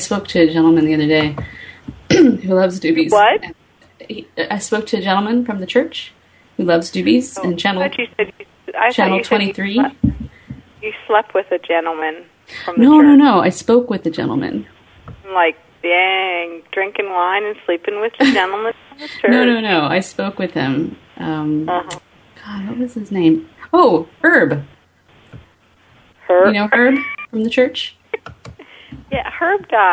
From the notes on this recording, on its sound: RBCP's Personal Prank Phone Calls Collection